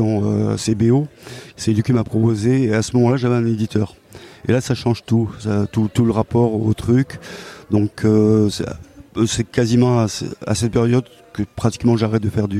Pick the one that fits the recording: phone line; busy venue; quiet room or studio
busy venue